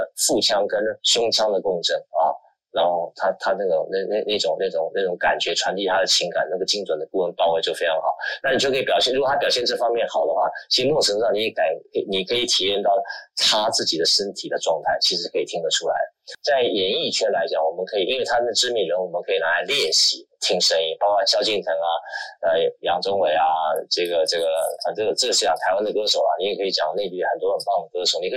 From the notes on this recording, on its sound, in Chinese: 於clubhouse上演說並現場錄音。現場錄音，原先只存檔用並無公開，音質上請多多包涵。